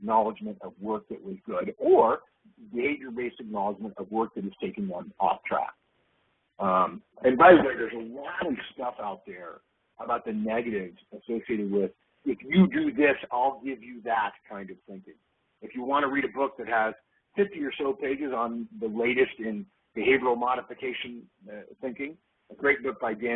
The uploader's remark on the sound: August 2011 Conference Call